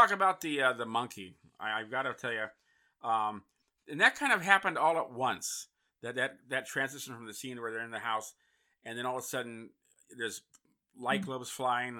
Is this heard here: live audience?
no